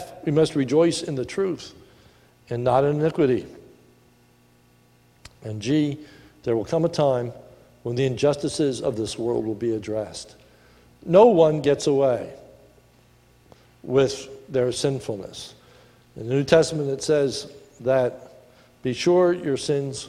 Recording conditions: large echoing room